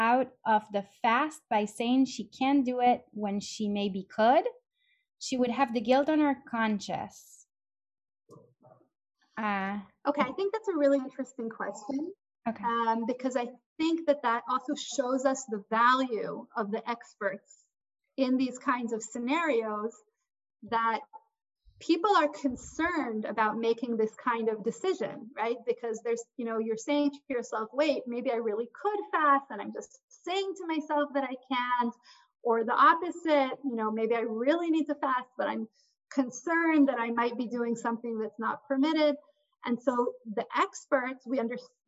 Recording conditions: video call